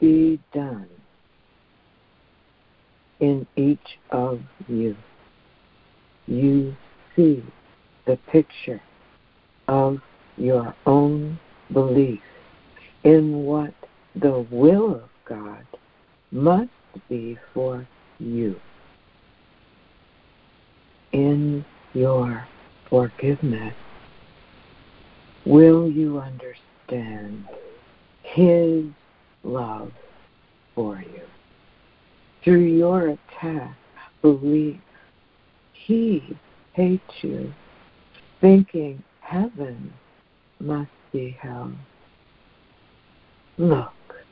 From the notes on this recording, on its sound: ACIM Daily Conference Call